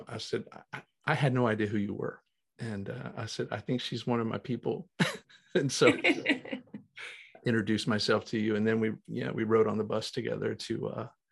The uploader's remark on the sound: Recorded 10.20.2021 from Raleigh, NC & Colorado Springs, CO on Zoom